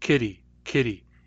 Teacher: the T in kitty, kitty, kitty, there's no moment of silence there. It's faster, right? Kitty. Linguists call that a flap.